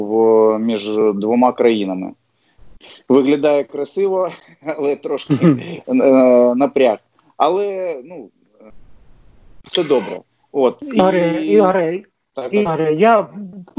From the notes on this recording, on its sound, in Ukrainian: з допомогою skype